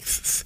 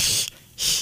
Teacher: So Cindy has like an TH sound with her S's, like th-th, whereas like his mother was more of like back on the sides of her teeth, like sh-sh. · Term: lisp